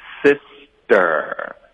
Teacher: 在美式口语中呢， S 后面的特会浊化成的比较多